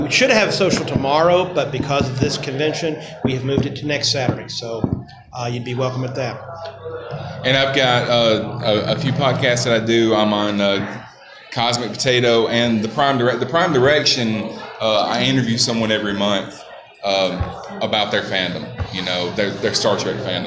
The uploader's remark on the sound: Recorded live at Magic City Con in Birmingham, AL.